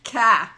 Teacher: Drop the R sound from the end of words and replace it with an A.